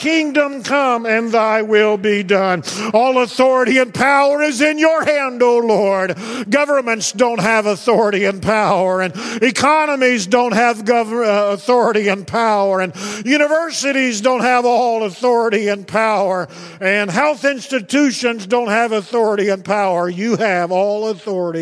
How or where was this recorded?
large echoing room